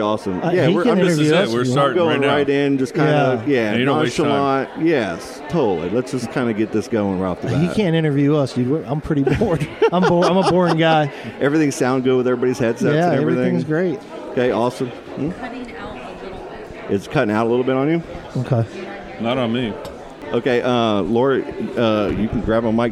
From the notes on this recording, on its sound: Podcasting at Playalinda Brewery